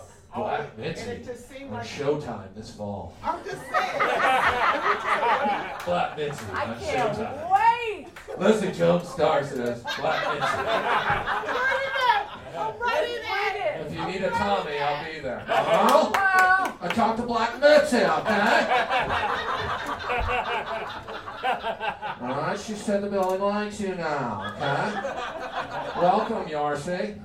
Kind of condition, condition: setting, live audience